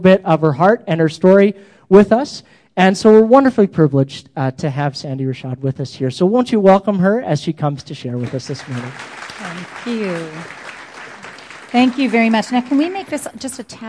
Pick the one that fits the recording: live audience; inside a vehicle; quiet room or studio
live audience